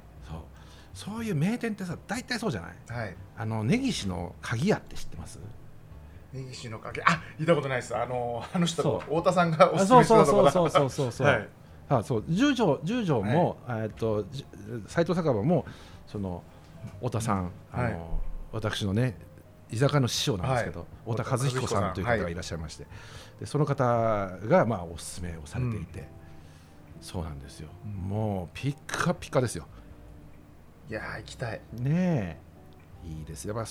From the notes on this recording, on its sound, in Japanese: 今回も先週に引き続き、十條湯に併設された喫茶深海での収録。